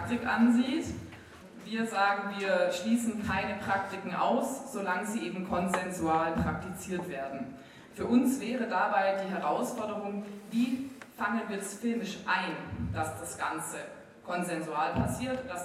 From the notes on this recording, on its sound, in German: Ein Mitschnitt vom Q&A. Bei der Indie Porn Night, dem letzten Abend vorm erzwungengen erneuten Lockdown des aka filmclub.